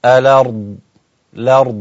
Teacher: حذفت الهمزة وبدأ باللام مباشرة